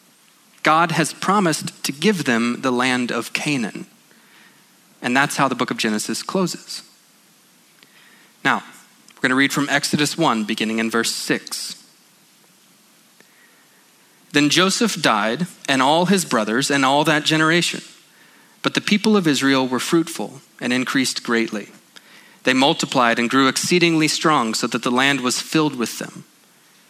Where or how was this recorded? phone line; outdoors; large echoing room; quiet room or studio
large echoing room